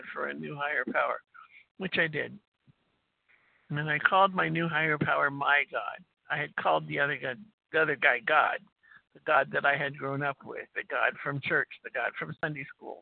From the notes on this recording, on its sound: Qualification from the 100 Pounders Phone Meeting.